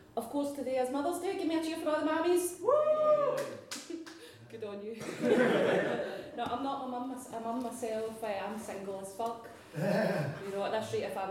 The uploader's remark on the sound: Recorded at The Griffin bar in Glasgow. As part of the Glasgow International Comedy Festival.